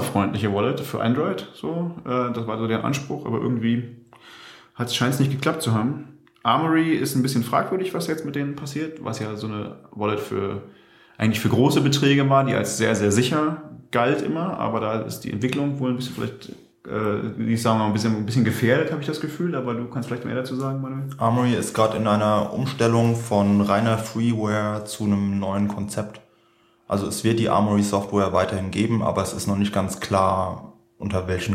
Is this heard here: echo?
yes